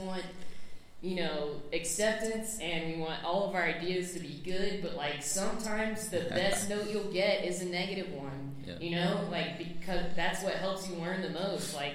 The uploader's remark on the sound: From the Denver Comic Con, here's audio from our panel. This was a really fun, well-received presentation that we were stoked to give out in Denver.